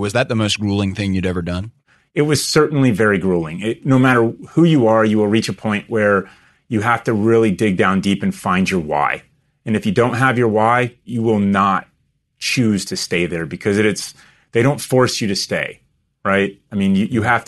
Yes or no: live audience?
no